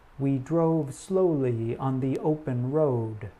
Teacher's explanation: O is not a pure vowel. Rather, it is a vowel sound followed by a semi-vowel, sometimes called an off-glide. · IPA: /oʊ/